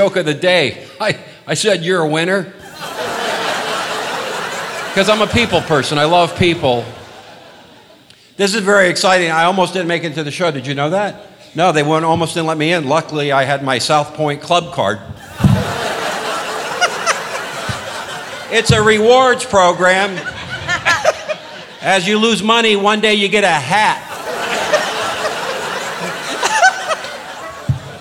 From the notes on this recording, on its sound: Live at the SountPoint Casino